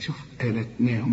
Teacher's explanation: كل حروف هذه الكلمة مرققة